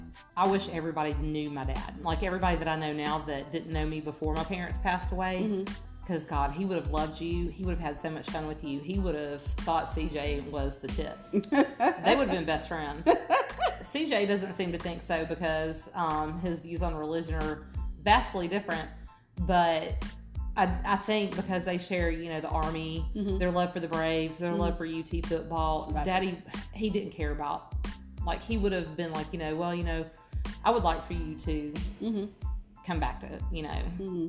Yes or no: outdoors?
no